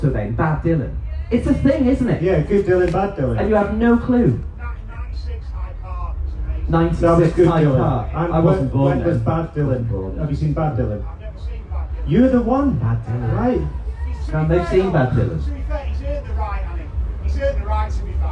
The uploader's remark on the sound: Travelled to Kendal Calling and recorded a live episode in the woods.